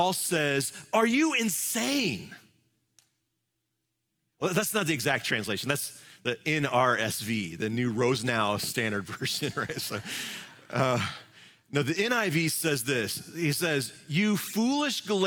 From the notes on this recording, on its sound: Live from our Celebration Ministry Center